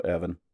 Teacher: when they sing the word heaven, they don't pronounce the H at all. They just go Evan.